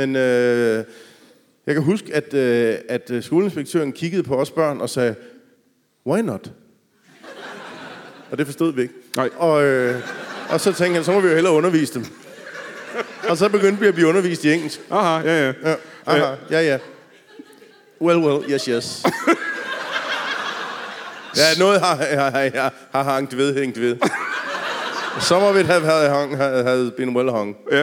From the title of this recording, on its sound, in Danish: LIVE fra Skive